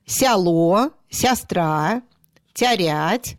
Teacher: Сильное яканье, произношение вот звука «а» в первом предударном слоге. После мягких согласных на месте гласных будет звучать так.